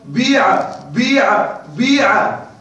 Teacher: تشعر بأن الكسرة ليست تامة، ليست كمثل بيع، انظر إلى بيع، وانظر إلى بيع بيع بيع، انظر إلى قيل، وانظر إلى قيل قيل، وهذه موجودة في قراءة القرآن. · Term: الاشمام